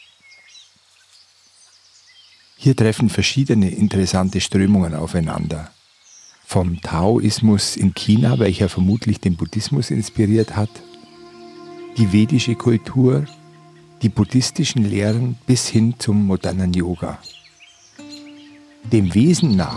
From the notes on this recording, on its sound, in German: In dieser Folge hörst du eine Aufnahme vom Meer. Die hochwertige Audio-Aufnahmen, die ich in Indien gemacht habe umfasst das volle hörbare Klangspektrum.